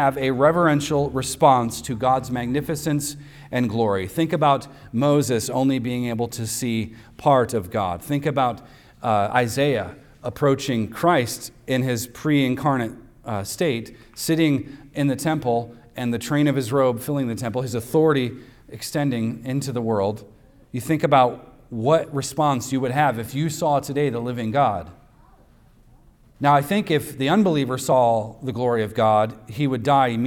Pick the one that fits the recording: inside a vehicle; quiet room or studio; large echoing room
large echoing room